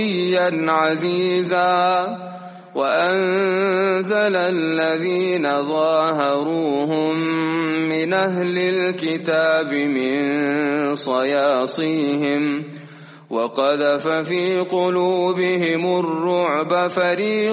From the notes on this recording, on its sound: at the Houghton Masjid (West Street)